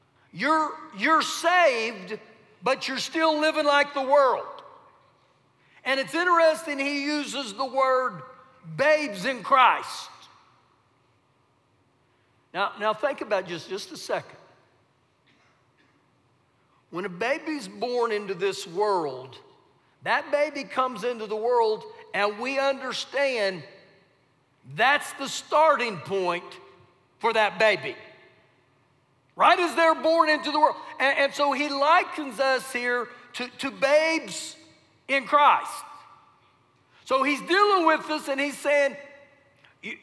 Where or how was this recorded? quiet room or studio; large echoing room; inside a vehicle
large echoing room